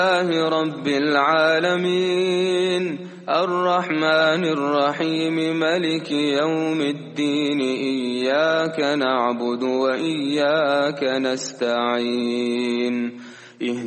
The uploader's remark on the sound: At the Houghton Masjid (West Street).